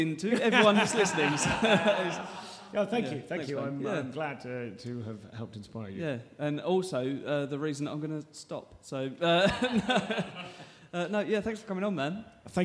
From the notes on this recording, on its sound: the first EVER live recorded episode of The Comedian's Tea Party